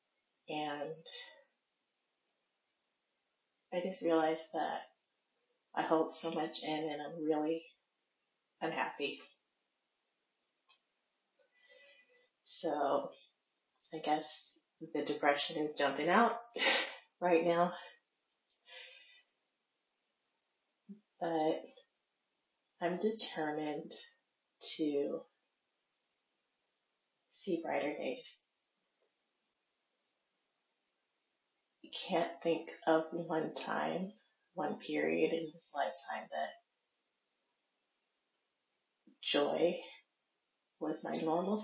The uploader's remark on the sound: audio issue